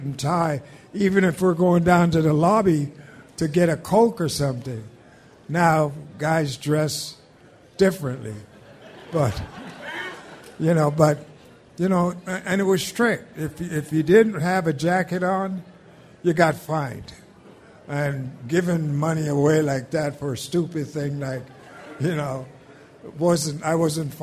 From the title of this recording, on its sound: TwinsFest LIVE at Target Field